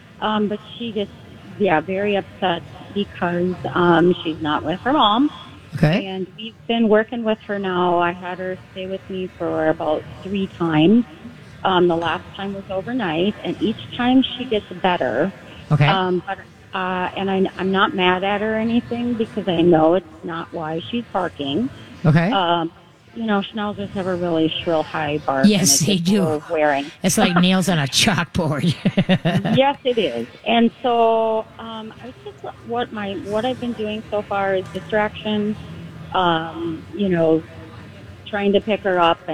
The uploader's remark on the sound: Live from the MyTalk booth at the MN State Fair to take your dog and cat questions.